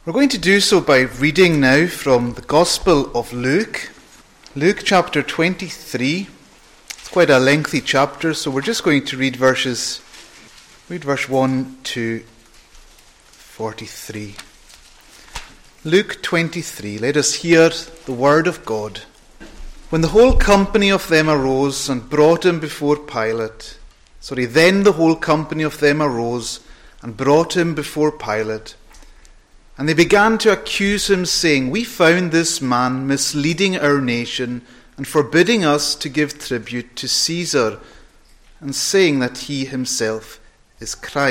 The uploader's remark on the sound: Saturday evening preparatory service. Recorded at North Harris Free Church on the evening of Saturday 17th September 2022.